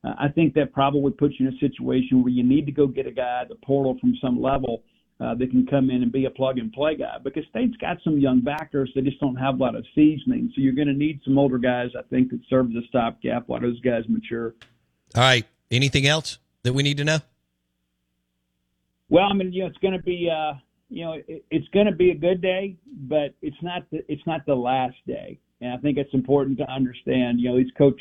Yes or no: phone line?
yes